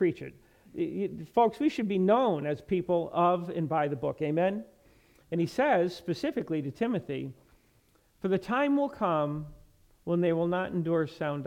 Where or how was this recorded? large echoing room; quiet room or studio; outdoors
large echoing room